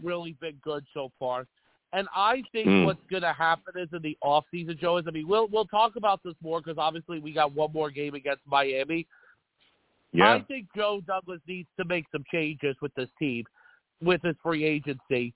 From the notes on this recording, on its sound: I take live callers!